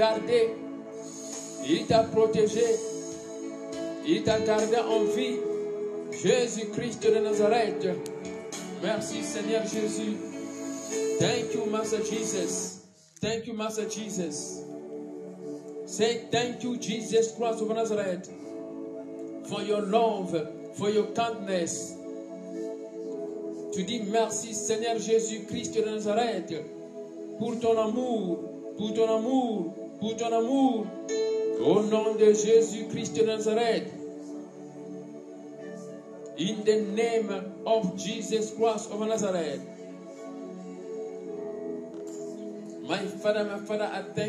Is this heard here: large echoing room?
yes